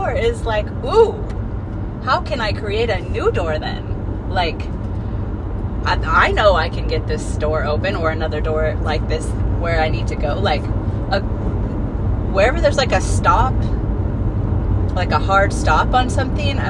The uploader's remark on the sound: I recorded it in the car so the sound quality is horrific, sorry